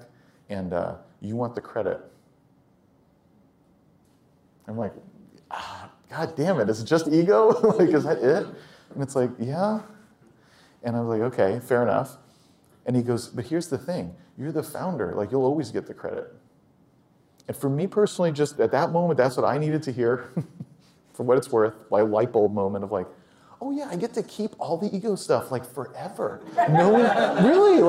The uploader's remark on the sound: Recorded at a MicroConf Local in Austin. For a fireside chat at the WP Engine headquarters.